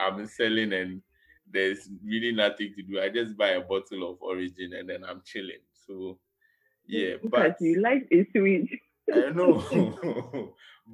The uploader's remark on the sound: Still recording remotely due to COVID